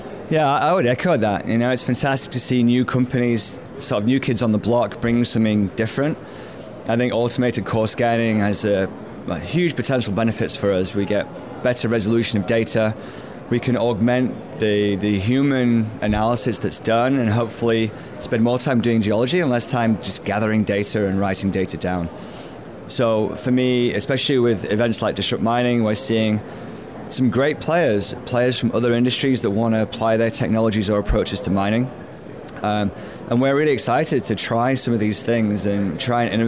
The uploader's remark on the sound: Recorded from the Trade Show floor at PDAC 2019, one of the world’s premier mineral exploration conventions.